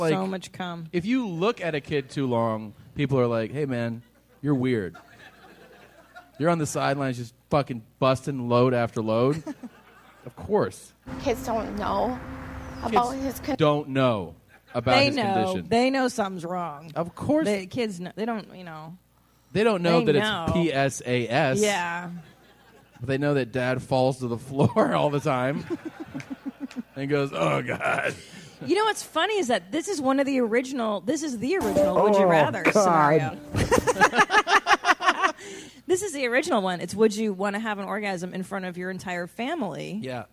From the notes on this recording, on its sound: Live From San Francisco. It's LIVE from Man Fran Disco (San Francisco)!